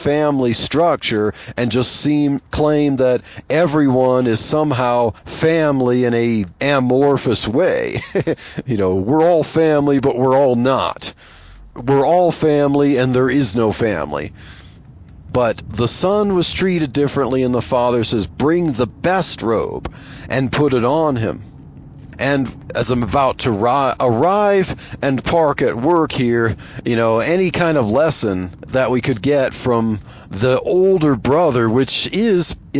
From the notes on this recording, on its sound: I chat about Jesus and socialism while driving to work.